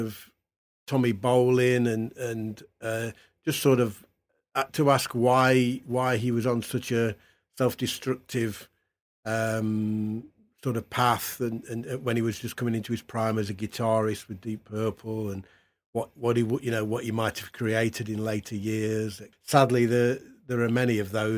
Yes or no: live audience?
no